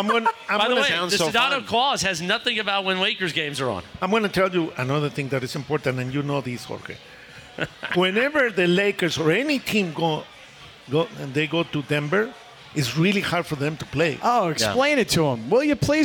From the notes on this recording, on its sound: gets yelled at by some unhappy audience members